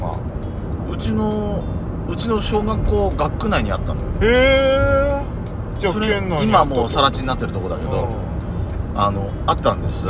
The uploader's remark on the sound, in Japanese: 2人組。ドライブ収録。ロードノイズごめんね。